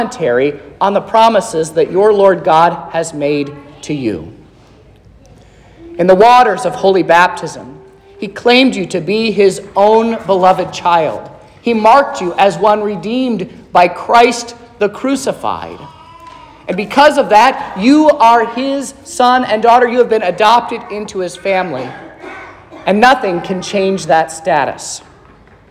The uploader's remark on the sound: This is the sermon preached at Trinity Lutheran Church on Sunday, December 10th, 2023